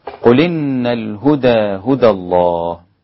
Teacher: نقلنا حركة الهمزة اللي هي الكسرة إلى الساكن قبلها اللي هي اللام، بقت اللام مكسورة. قولي قلن هكذا. · Term: النقل